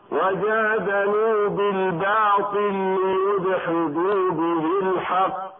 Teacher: اما المثلان الكبير فلا ادغام فيه الا من قراءة البصريين فقط، مع المحافظة على العلة بمقدار حركتين اذا كان المدغم فيه ايضا نونا او نونا. فمثلا اذا ادغم البصري اللام في اللام او الحاء في الحاء يقول بغير غنة